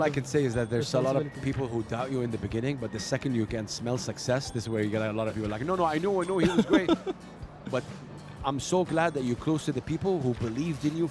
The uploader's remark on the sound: Live from SIBF 2023